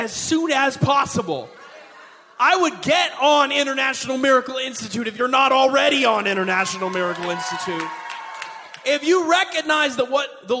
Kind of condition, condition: setting, large echoing room